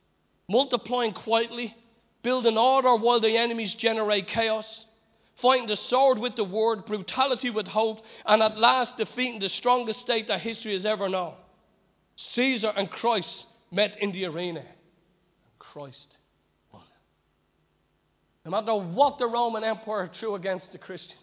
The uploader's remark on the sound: Recorded live at Liberty Church on 23rd February 2020